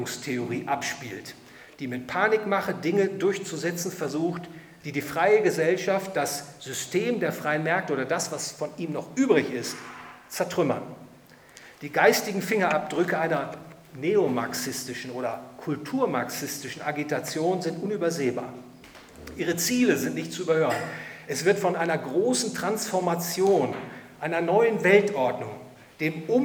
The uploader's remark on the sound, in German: Vortrag beim Hayek-Verein Dresden